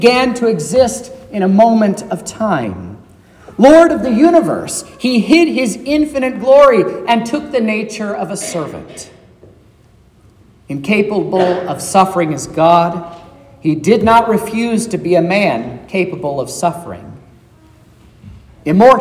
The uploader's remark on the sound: This is the sermon preached at Trinity Lutheran Church on Wednesday, December 20th, 2023.